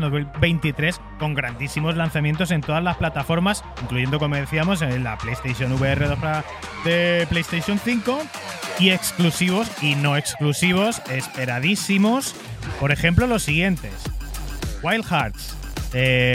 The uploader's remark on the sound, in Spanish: En directo desde GameGune2023. Grabado en directo desde GameGune en Álava.